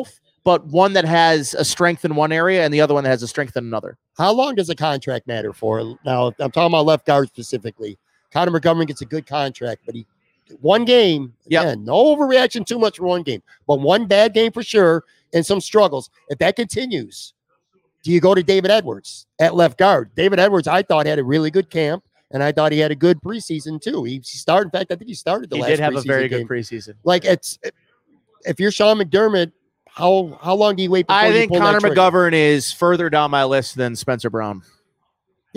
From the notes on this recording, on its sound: LIVE From Imperial Series. Shot live from Imperial Pizza in South Buffalo.